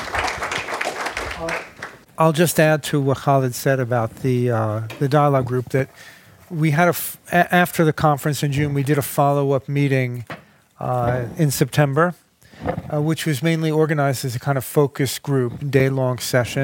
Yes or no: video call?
no